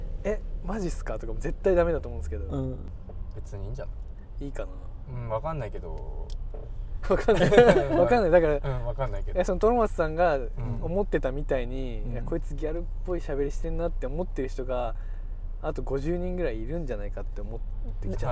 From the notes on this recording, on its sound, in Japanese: POPEYE Webチームが取材の移動中に録音した車中ミニトーク編。